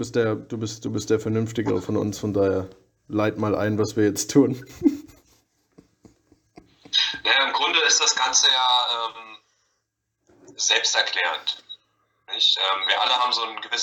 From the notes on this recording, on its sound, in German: Die Audio in dieser Folge ist leider relativ schlecht.